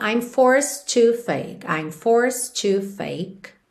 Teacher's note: O D poderia ser mais, menos ou nada. E como a próxima palavra é to, a gente já liga num som só